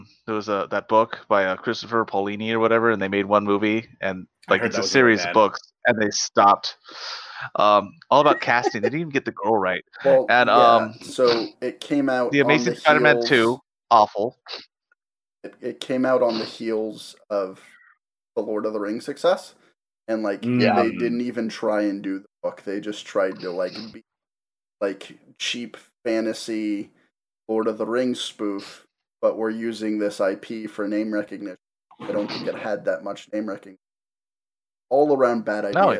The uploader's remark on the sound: Please forgive our technical difficulties.